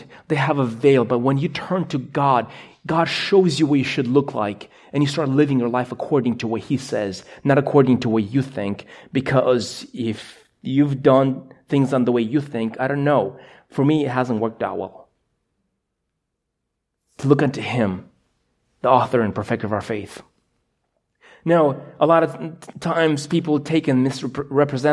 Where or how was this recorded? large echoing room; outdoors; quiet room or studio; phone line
large echoing room